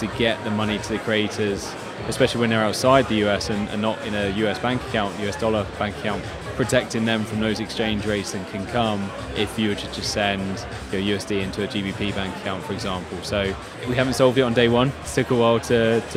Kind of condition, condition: setting, busy venue